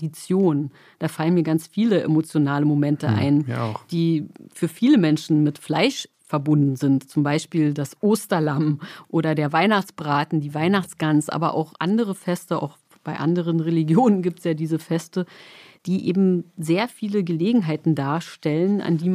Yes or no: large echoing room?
no